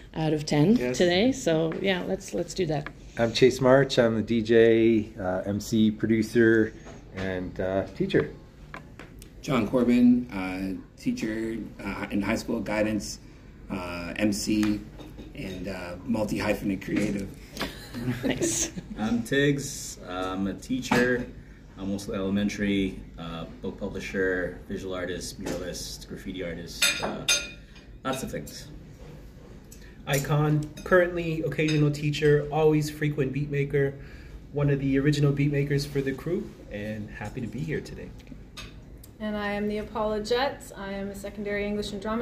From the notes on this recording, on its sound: RFTLOI Conference - Toronto 2023. At the Reading For The Love Of It conference in Toronto.